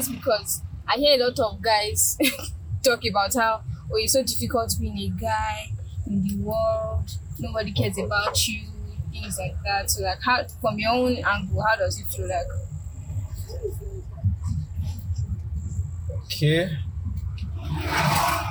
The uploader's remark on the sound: A Conversation in the Car